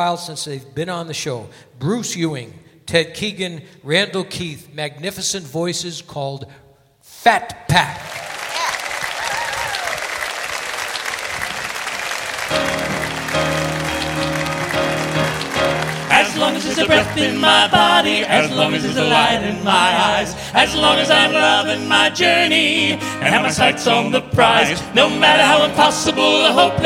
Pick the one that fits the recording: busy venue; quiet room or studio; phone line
busy venue